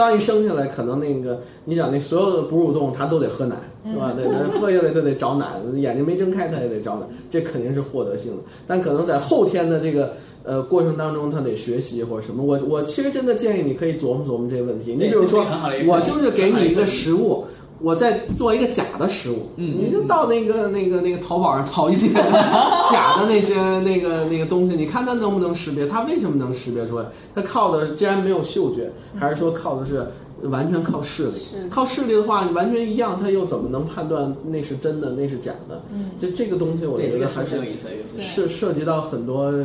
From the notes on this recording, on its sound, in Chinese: 本期节目为在张大妈办公区用录音笔录制，可能有街道上的杂音，请见谅。